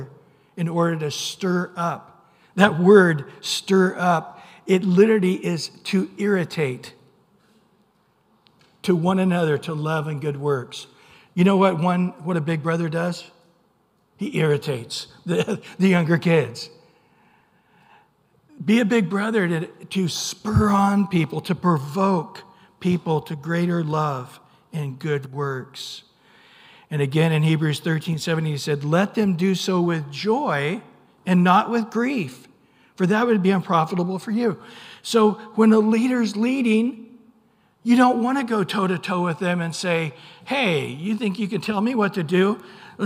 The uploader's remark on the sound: Recorded at Calvary Chapel of Los Alamitos on Sep 3 2023 on Sunday Morning Sermon.